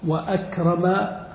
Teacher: فلو أخذنا مثلا الفعل أكرم ووضعنا قبله الواو فإننا نقول وأكرم، فنثبت الهمزة فهي همزة قطع